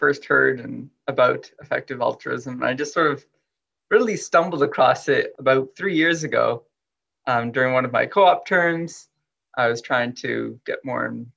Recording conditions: video call